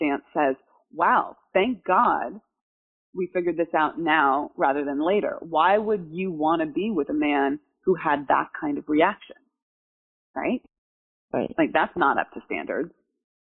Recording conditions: poor sound quality